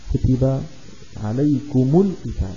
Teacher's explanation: عليكم آخر حرف فيها ميم ساكنة، القتال أول حرف فيها لام ساكنة، فالتقى ساكنان فلا بد من تحريك الأول باعتباره ليس لحرف مد، فنحرك الميم بالضم · Term: التقاء الساكنين